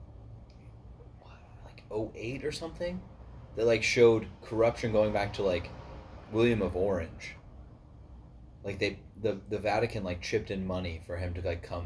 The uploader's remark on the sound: A Couple Boys Stop by the Studio. It was recorded spur of the moment so the audio isn’t optimal.